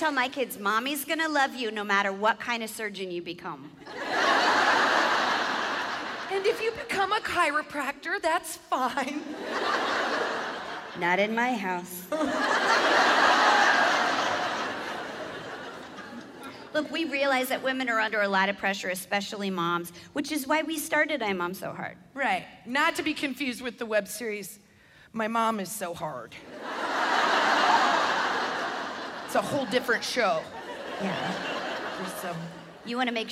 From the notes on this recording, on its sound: 2-person stand-up show filmed live at the Pabst Theater in Milwaukee, WI